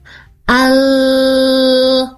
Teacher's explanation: Al ujung lidah masih tetap nempel di langit-langit bagian atas. Sekali lagi, huruf lamnya ya, L-nya, dia akan tetap nempel di langit-langit bagian atas untuk ujung lidahnya sebelum siap huruf H.